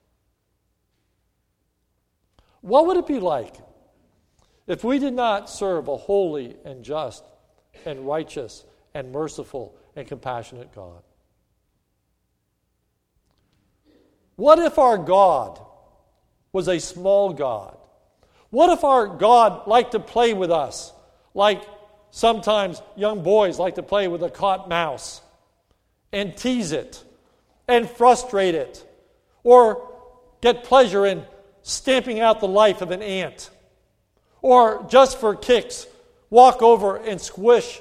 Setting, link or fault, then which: setting, large echoing room